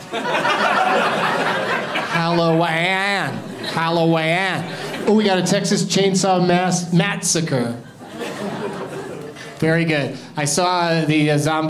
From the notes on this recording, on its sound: Live from Comedy Works in Denver